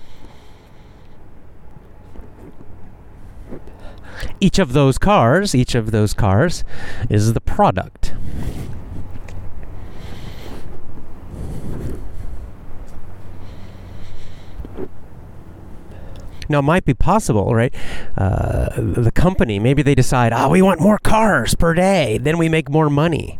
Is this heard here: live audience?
no